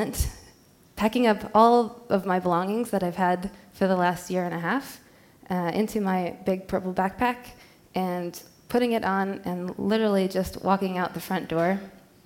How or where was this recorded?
live audience